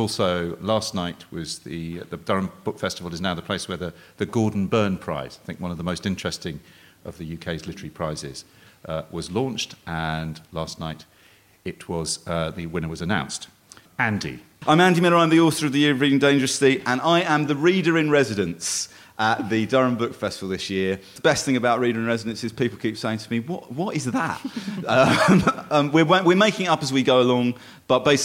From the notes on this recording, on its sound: Recorded live at the Durham Book Festival 2016.